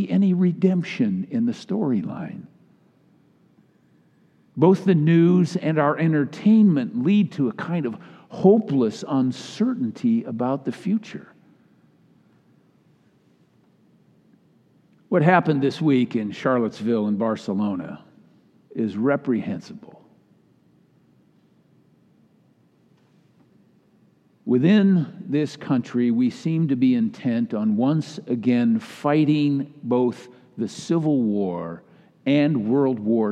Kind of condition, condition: setting, large echoing room